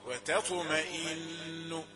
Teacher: أول تاء رقيقة ثم طاء مفخمة